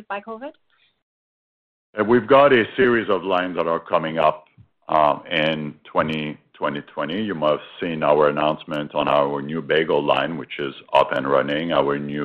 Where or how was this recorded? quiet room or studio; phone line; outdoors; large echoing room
phone line